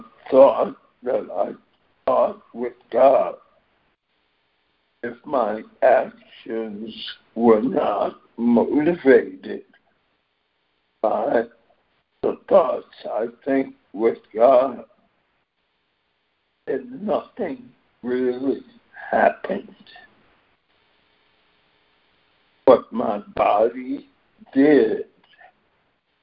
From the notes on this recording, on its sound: ACIM Daily Conference Call.